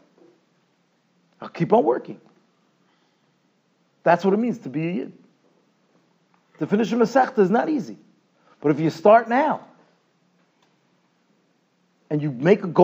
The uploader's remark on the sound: Shiur recorded in Yeshivas Ohr Reuven, Monsey, NY.